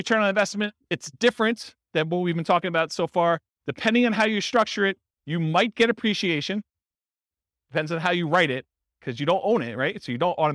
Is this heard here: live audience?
yes